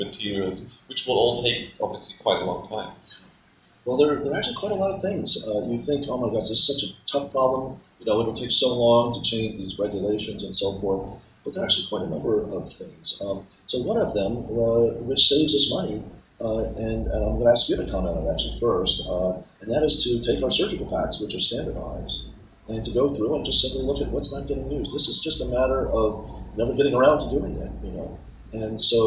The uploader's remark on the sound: Recorded at ASCRS.